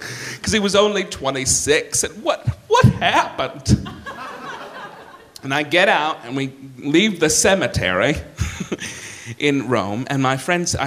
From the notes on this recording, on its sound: Live at the Bell House 2! Share true stories at the Bell House in Brooklyn.